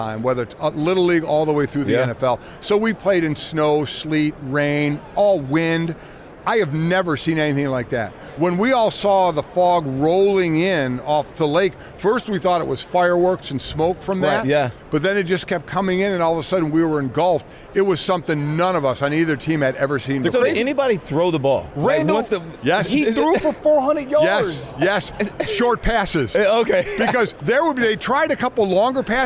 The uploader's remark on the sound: live from radio row for Super Bowl LVII